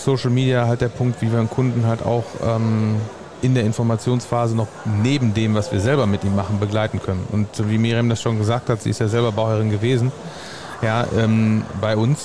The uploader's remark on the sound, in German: Spezialfolge live vom Online Marketing Day